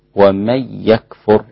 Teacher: ومن يكفر به، ومن يكفر إدغام بغنة لكل القراء عدا خلف فإنه يدغم بدون غنة